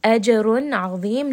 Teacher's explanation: جِيم is going to have قَلْقَلَة. رَا is going to be heavy.